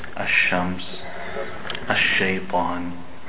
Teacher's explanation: Sheen is one of the letters you don't pronounce the lam before it.